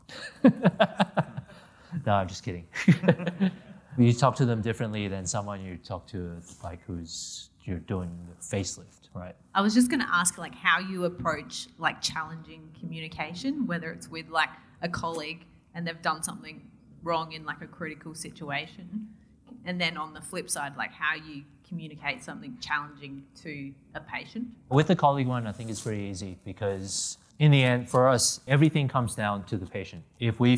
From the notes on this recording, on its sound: Answers questions from the audience.